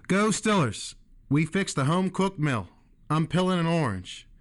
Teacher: these speakers relax the E sound by pronouncing it as I